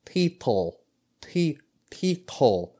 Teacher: For P, you're replacing it with a T.